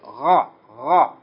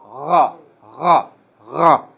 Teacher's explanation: It's like a gargling sound from the throat. · Term: Ghain